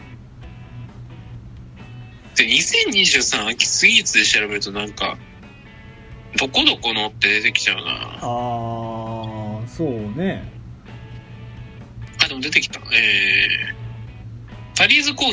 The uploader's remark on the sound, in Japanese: 大阪に旅行しに行っている。録音機材：iPhone7。